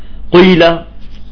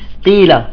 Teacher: بعضهم في مسألة انه بيضم شفايفه وقت القاف · Shown in: first take · قيل، بطالعة مشوبة بالضمة، لا، قيل.